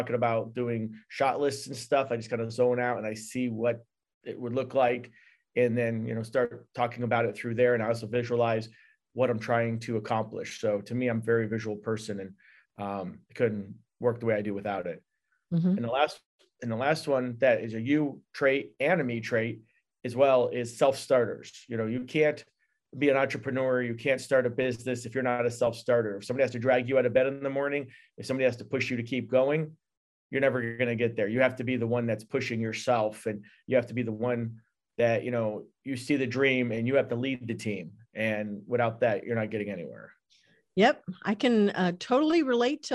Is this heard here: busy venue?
no